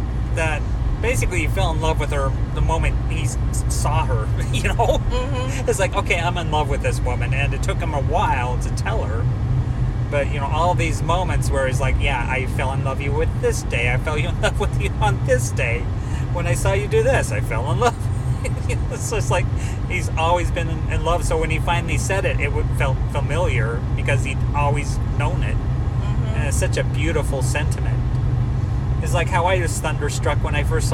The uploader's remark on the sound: We record in the car during our trip to and From Salt Lake.